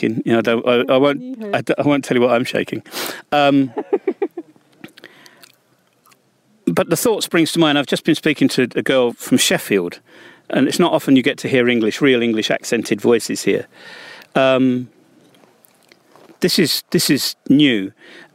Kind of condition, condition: setting, outdoors